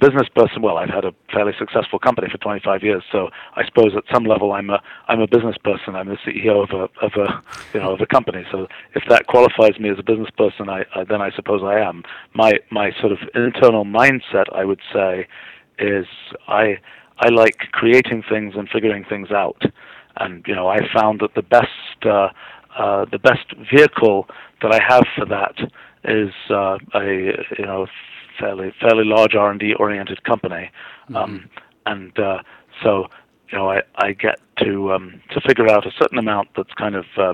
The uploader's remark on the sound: I was privileged to have an hour long phone interview.